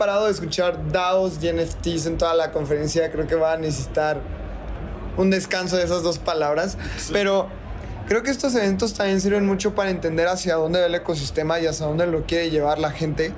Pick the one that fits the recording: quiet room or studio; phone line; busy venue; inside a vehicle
busy venue